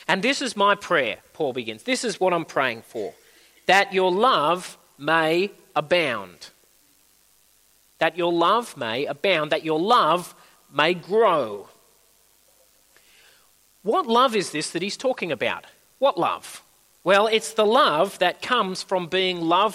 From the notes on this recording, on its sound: At a Church in the Graveyard service